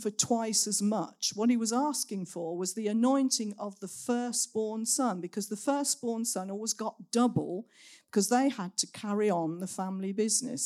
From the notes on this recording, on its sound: Recorded at Saxon Hall on Sunday 15th October 2023.